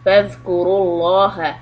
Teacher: Letter Dhal, tip of the tongue under your front teeth. Hold the sound a little bit because there's a sukun on it.